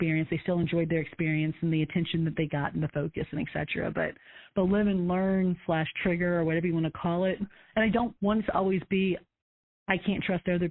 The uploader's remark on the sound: We take you behind the scenes and allow you to listen in to the coaching I do with clients. All of these coaching calls have been recorded with permission from my clients.